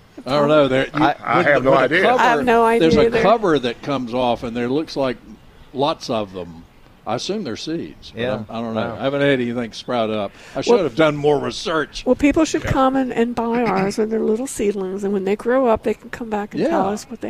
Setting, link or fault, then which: setting, busy venue